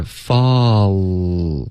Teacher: 如果是 fall,这个滑到还是一个音节，嗓子是一直不断的震动